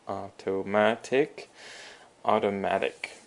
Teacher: So if something is automatic, it is 自动的. So the emphasis is on the ma, the auto ma. That's the third syllable.